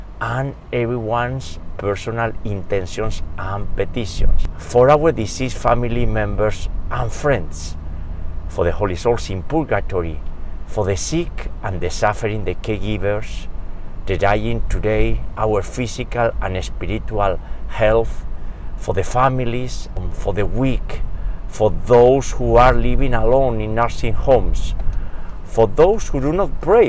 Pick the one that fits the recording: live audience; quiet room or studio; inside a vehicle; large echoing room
inside a vehicle